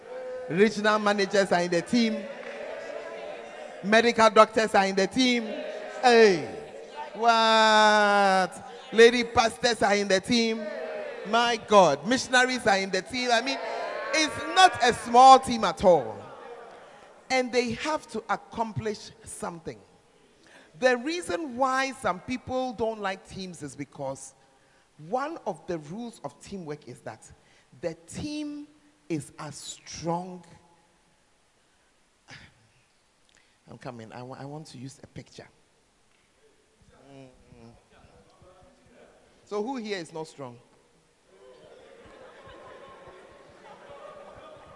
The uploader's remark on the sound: Preached At The 12 Foundations Of The Bacenta Camp